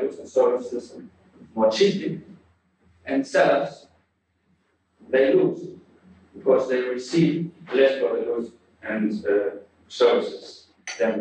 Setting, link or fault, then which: fault, poor sound quality